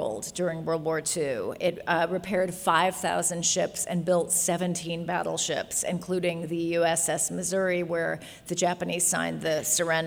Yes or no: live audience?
yes